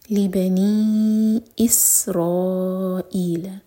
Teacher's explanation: غنہ کے حلل لبنی لی الگ ورڈ اور بنی الگ تو با پر زور دے کر پڑھا جائے گا اور نی مد منفصل چار حرکہ لمبا